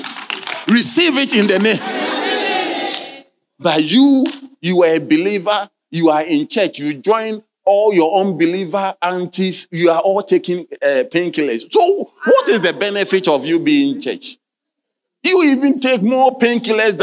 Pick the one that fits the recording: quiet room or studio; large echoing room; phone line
large echoing room